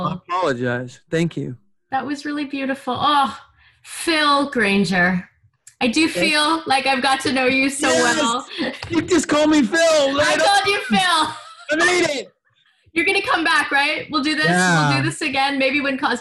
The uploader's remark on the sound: This episode was recorded over Zoom, and is noticeably more compressed than our previous remotely recorded episodes. This episode was recorded over Zoom, and is noticeably more compressed than our previous remotely recorded episodes. Although it sounds a bit different, it’s still audible.